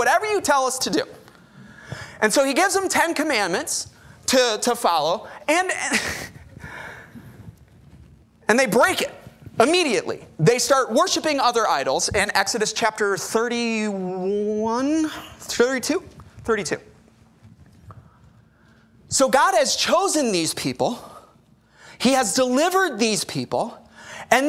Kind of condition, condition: setting, large echoing room